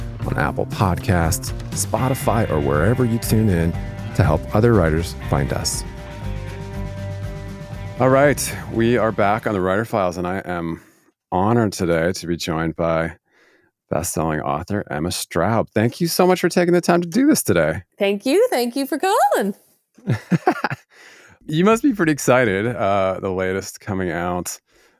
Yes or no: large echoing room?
no